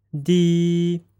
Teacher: the first tone is a flat, high, high tone